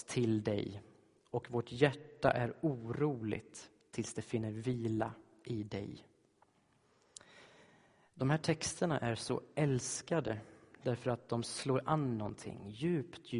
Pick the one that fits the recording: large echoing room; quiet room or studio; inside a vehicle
large echoing room